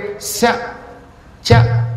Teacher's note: ఈ చ య శ ఇవి తాళవ్యములు. తాళవ్యములు అంటే శ చ ఇలా పలకాలన్నమాట.